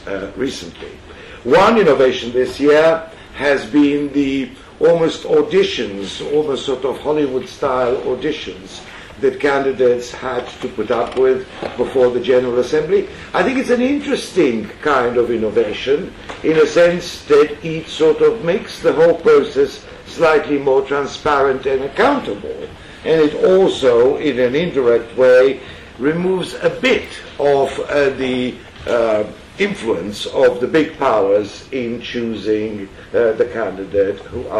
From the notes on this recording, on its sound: This is a recording of a talk given at the Royal United Services Institute on 21 April 2016